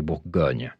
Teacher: you have the emphasis on that second syllable in the French